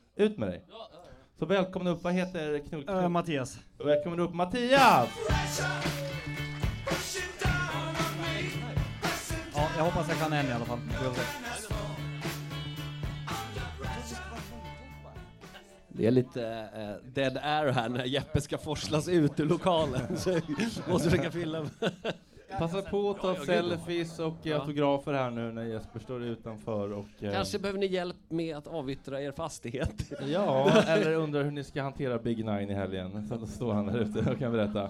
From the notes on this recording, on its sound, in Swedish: Sommarspecial - Livepodd från Bleckan.